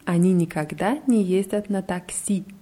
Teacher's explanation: Bei Taxi ist die Betonung auf Russisch auf i